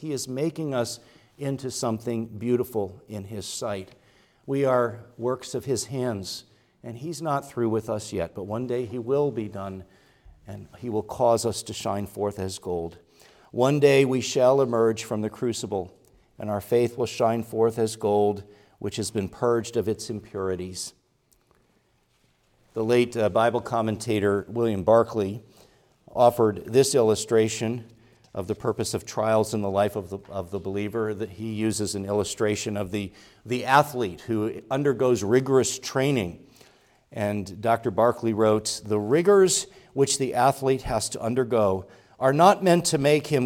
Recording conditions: large echoing room